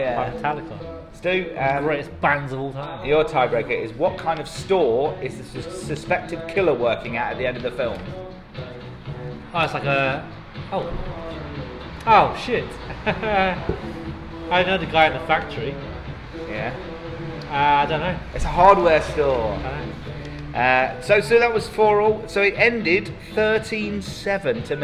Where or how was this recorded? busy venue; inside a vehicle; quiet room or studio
busy venue